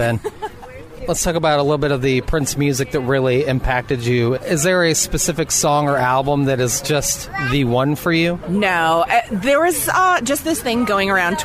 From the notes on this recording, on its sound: sat down outside a cute little cafe in Los Angeles